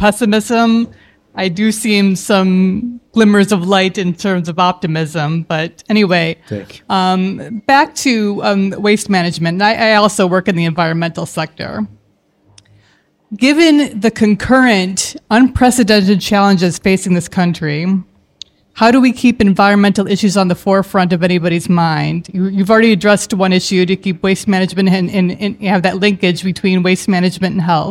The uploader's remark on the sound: The second of a live series at Aaliya's Books. Aaliya's Books for hosting the event.